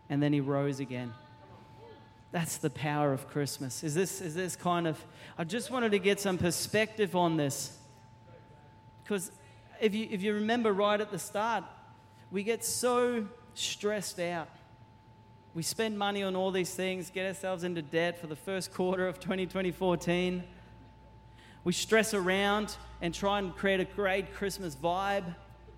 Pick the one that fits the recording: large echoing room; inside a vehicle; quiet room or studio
large echoing room